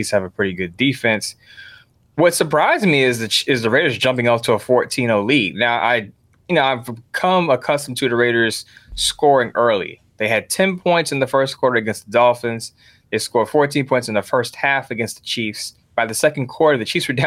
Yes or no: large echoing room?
no